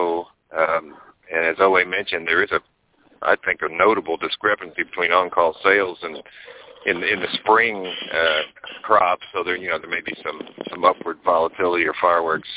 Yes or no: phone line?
yes